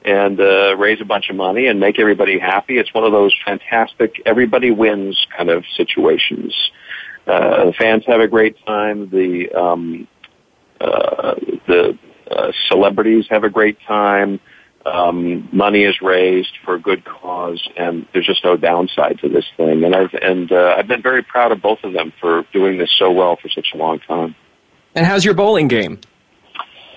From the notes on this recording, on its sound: A very special edition of Soap Central Live. Take calls from fans.